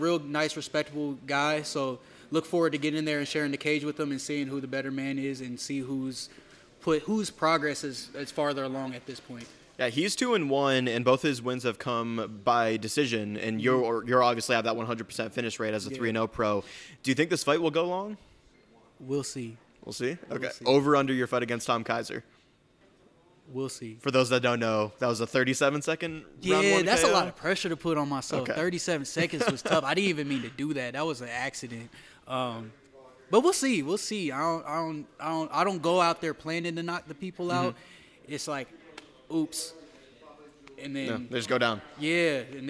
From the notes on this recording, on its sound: Forged in Ohio's first-ever live show took place at the Caged Thunder 23 pro weigh-ins! From the Chapparells Center in Akron, Ohio.